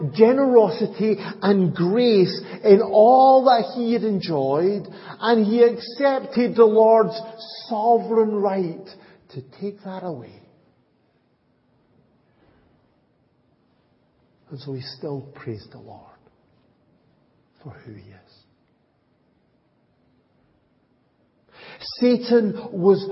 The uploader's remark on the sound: Audio recording of the Sunday morning Bible Teaching. At Enniscorthy Christian Fellowship, Enniscorthy, County Wexford, Ireland on 24th September 2023.